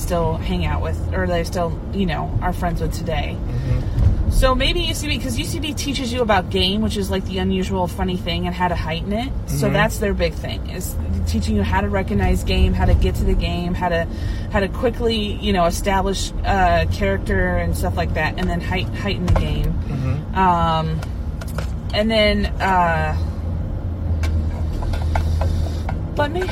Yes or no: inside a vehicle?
yes